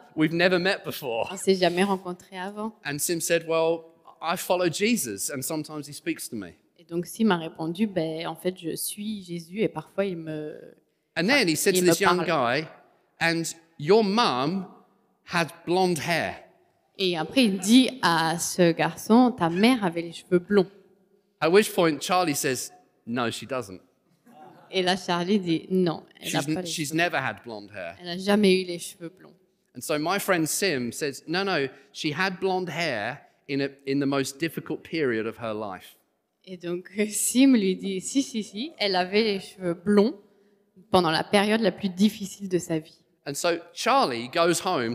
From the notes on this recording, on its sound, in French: Enregistré à l'église CVV.